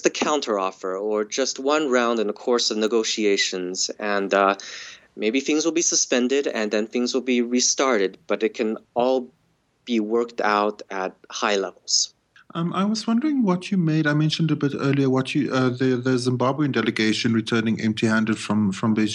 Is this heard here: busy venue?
no